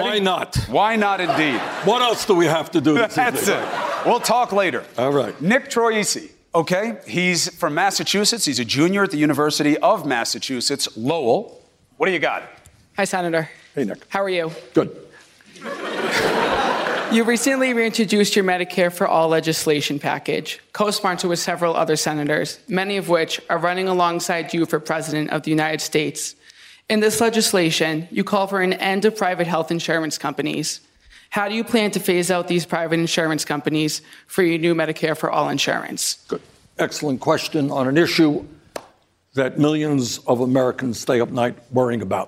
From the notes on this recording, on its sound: During a live town hall.